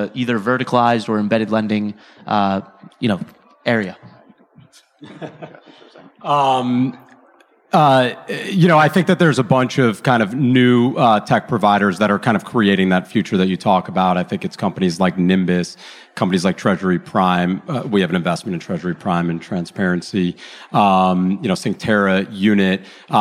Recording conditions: busy venue